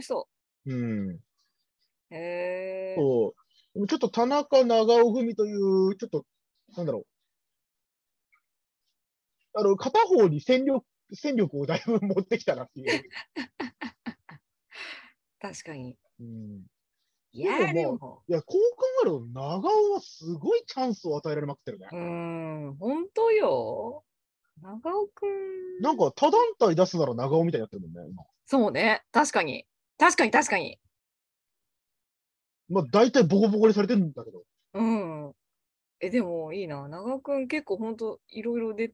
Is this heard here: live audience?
no